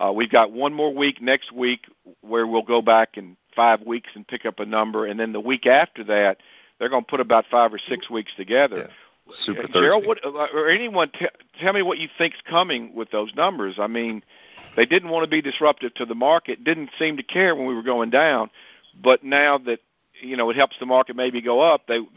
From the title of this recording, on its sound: Monthly Conference Call